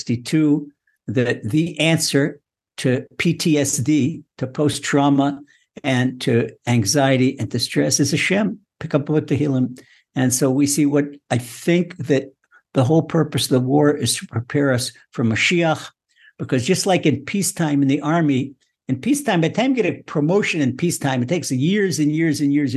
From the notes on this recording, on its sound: Recorded via TORCHzoom.